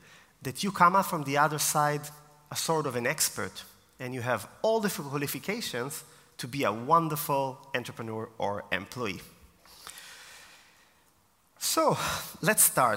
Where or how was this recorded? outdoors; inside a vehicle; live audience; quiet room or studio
live audience